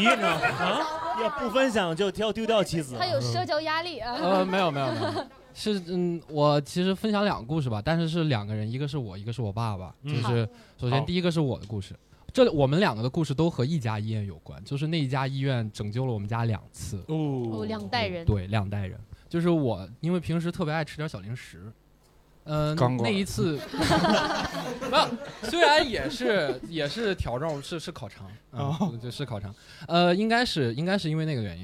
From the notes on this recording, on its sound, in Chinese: 能在现场看到大家真是不容易呀